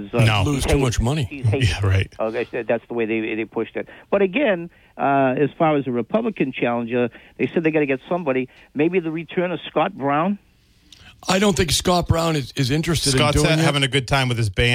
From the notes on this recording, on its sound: take calls from the audience